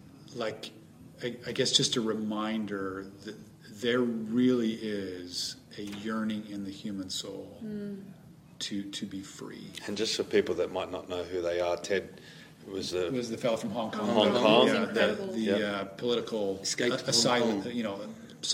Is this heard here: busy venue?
yes